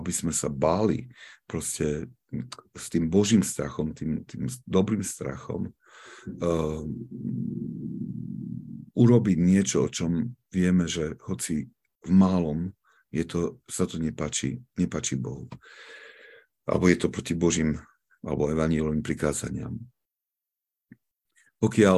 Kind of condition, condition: link, video call